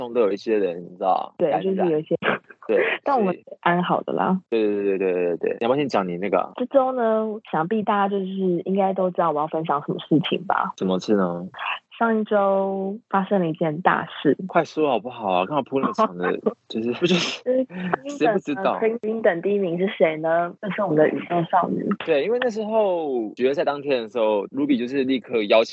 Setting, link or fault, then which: link, phone line